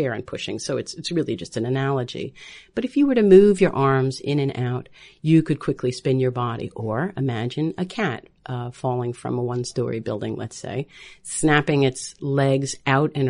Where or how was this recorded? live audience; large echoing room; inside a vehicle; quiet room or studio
quiet room or studio